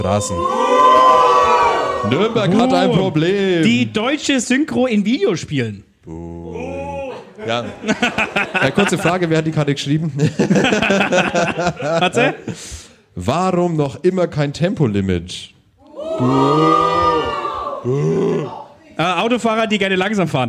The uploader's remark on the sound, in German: Live im Afterwork.